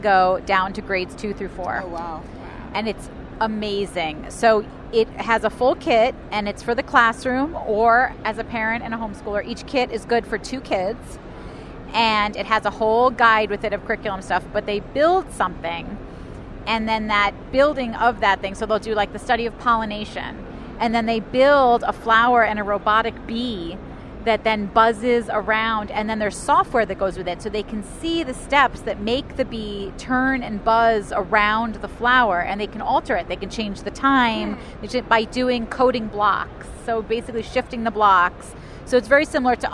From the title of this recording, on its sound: Live from the Consumer Electronics Show!